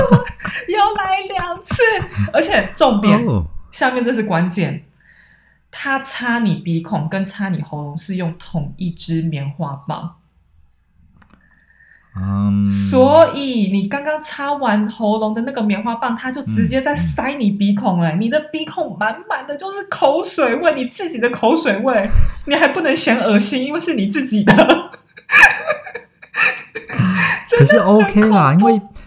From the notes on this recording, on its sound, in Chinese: 在他六嬸婆家錄音，錄音品質較差，請大家見諒。